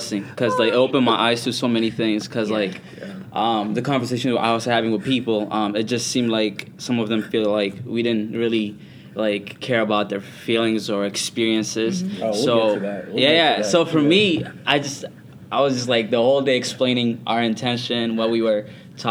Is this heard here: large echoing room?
no